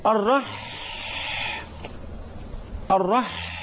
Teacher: الصوت اللي في الحاء ده بيسمى بحة